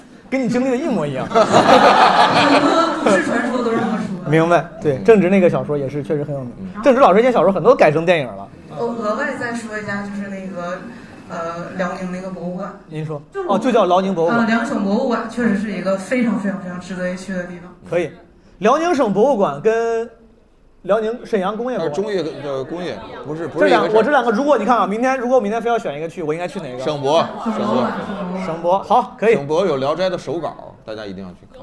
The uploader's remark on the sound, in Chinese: 这两期是同一次录制，因为音频时长过长，我们分成了上下两期。在大风天喜剧的剧场录制。